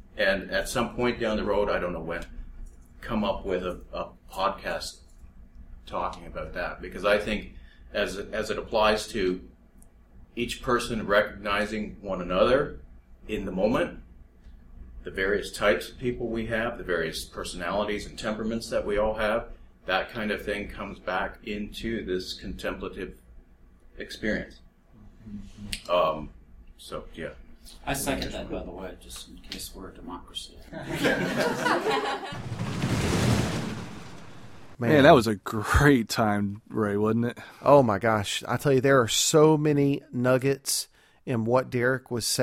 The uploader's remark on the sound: The first episode from the BtB Gathering 2014 in Nashville, TN! This episode was recorded at the first ever BtB Gathering, where we were joined by wonderful people from all over the US and Canada.